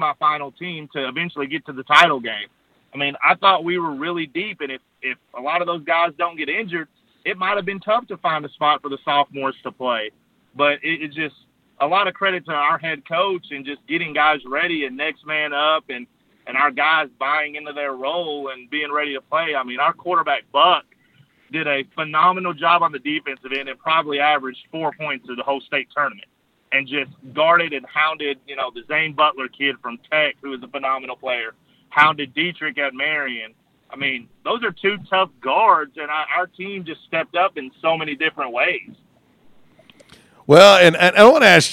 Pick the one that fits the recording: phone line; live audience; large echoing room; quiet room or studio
phone line